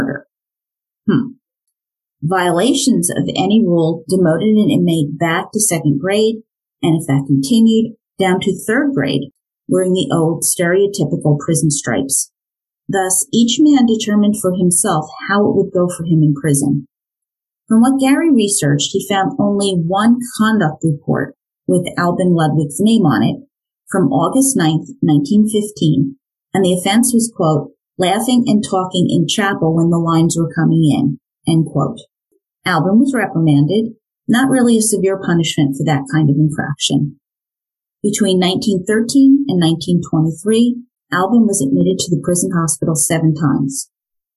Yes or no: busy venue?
no